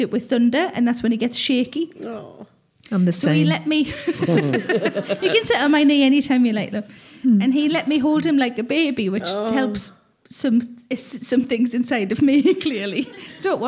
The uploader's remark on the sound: Recorded at Leamington Spa Comedy Festival, October 2017.